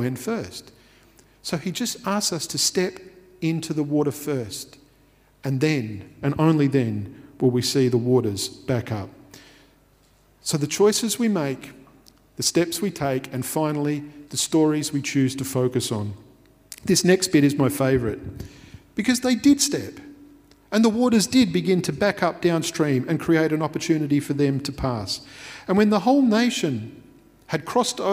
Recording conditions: large echoing room